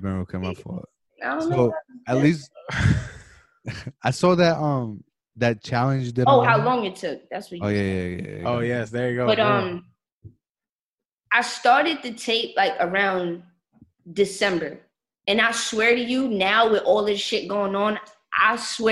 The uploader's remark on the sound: The S2M Podcast Zoom edition